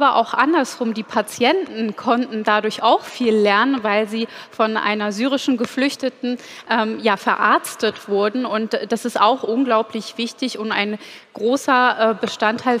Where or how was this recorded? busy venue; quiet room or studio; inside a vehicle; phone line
busy venue